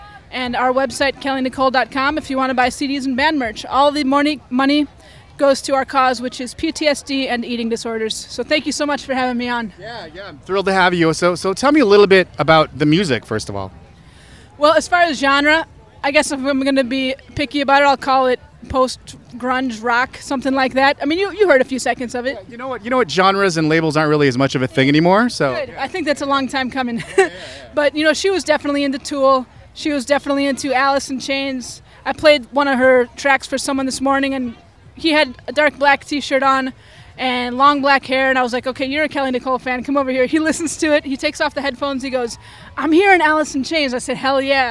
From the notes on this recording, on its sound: On-location at the 2018 Twin Cities Pride Festival